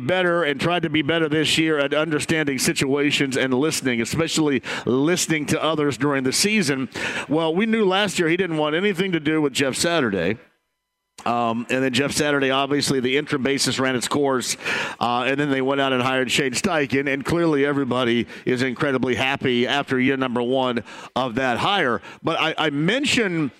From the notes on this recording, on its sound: Kicks off the show LIVE from Parks Place Pub in Fishers. He also takes a call from a listener of the show!